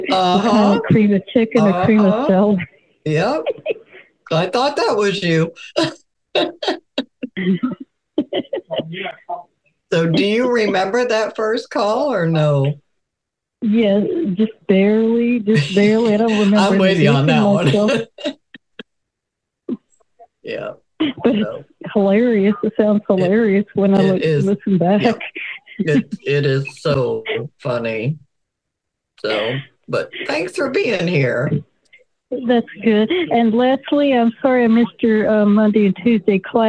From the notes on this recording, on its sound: we held the first recipe swap via conference call